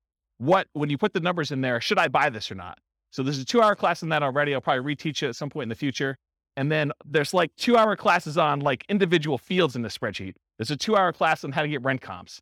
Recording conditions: live audience